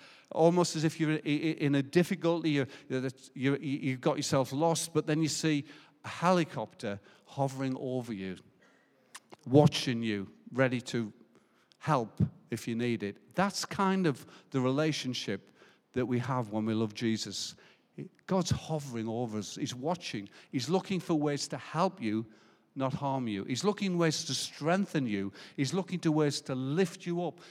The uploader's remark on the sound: Recorded live at Life Church Lancashire on the 7th November 2021.